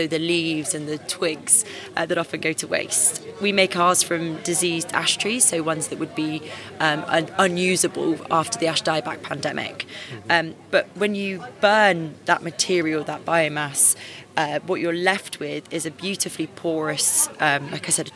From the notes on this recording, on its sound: My visit to gardeners world live spring show. I have taken a trip to gardeners world live Spring fair.